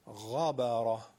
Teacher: اما ر دو مرتبه به خاطر فتحش درشت میشه